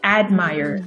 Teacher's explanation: A dica é você abrir a boca como se fosse falar um A, mas na verdade falar um E, mais ou menos.